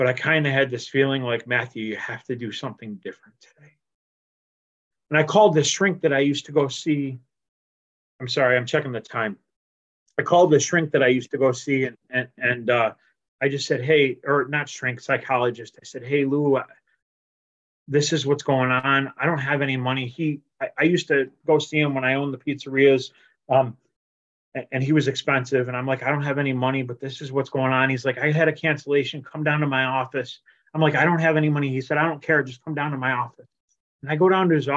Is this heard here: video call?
yes